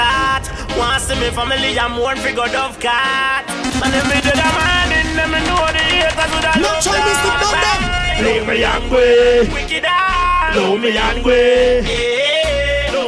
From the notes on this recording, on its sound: LIVE TAKING ON GREENWICH FARM KINGSTON 13 JAMAICA